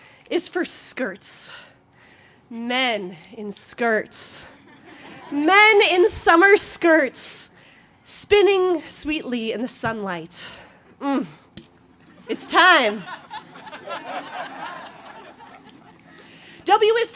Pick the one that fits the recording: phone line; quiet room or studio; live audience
live audience